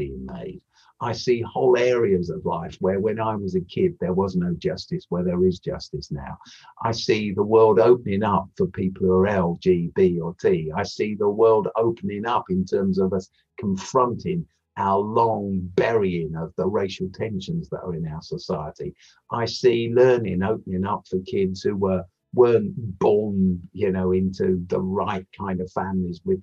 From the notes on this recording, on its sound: This episode was recorded online